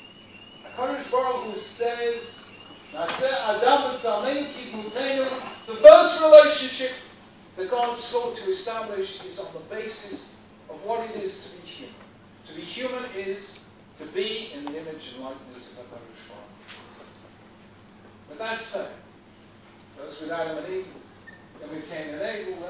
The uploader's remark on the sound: Here is a recording of a shiur delivered. At the Bet Knesset Feigenson in Beit Shemesh, Israel.